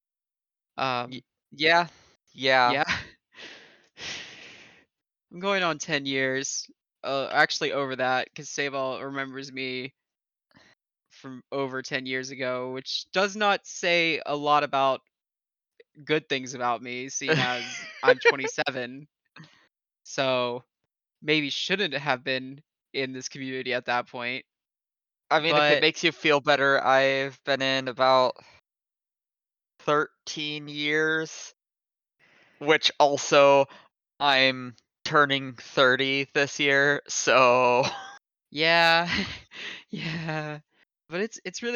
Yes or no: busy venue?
no